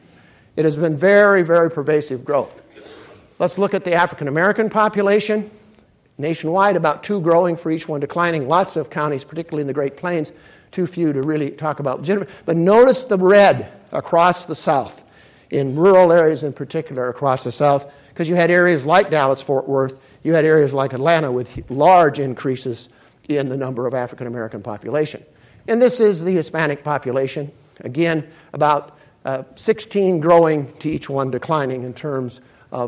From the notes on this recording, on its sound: keynote speech of The Texas Tribune Festival